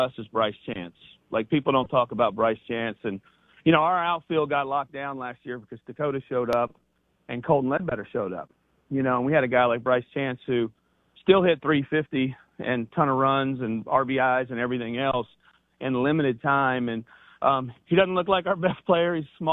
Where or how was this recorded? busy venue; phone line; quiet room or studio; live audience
phone line